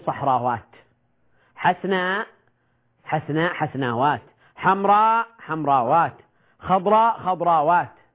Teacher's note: فهنا صحراء حينما نجمعه نقول صحراوات، حسناء حسناء حسناوات، حمراء حمراوات، خضراء خضراوات. نلاحظ هنا الهمزة حينما جمعنا جمع مؤنث سالما، حينما جمعناه بهذه الصورة بالألف والتاء قلبنا الهمزة واوا